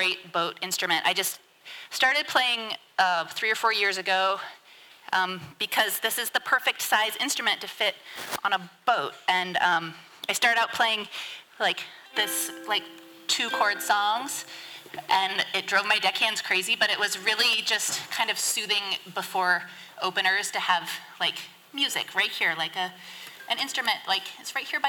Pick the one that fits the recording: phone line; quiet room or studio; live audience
live audience